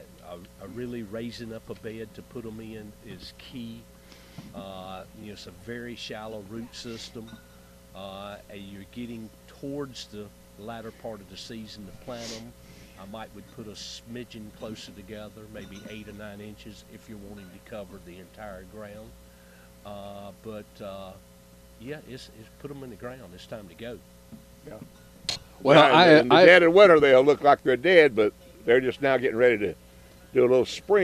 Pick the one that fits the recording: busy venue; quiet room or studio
busy venue